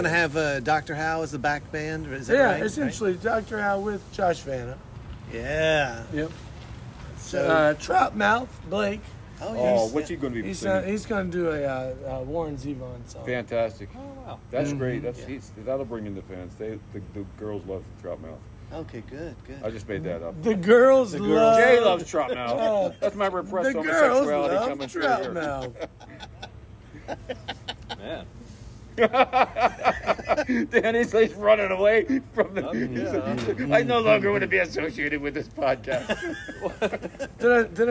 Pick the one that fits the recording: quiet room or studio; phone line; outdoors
outdoors